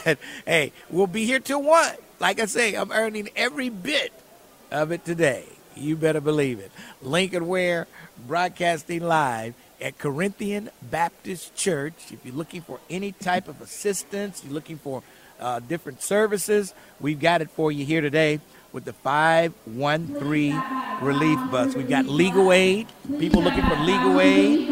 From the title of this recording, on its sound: Live from the 513 Relief Bus!